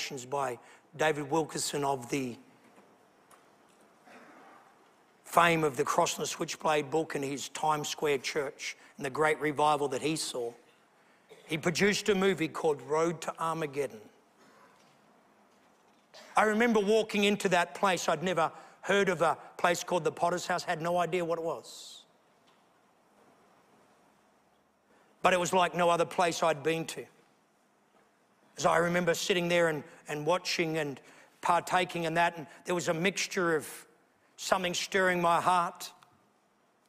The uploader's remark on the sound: A sermon preached at the Potter's House Beechboro, Western Australia